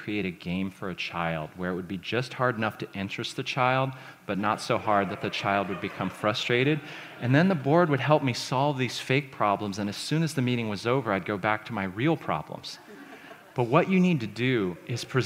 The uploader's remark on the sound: This talk was recorded at The Scaleup Offsite, an event focused on scaling companies co-hosted by Greylock Partners and YC Continuity.